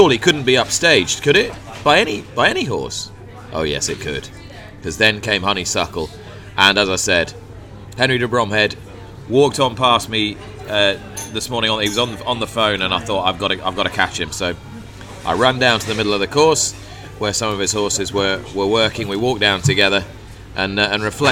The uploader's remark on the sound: In the Fitzdares Club at Cheltenham. First day of the Festival.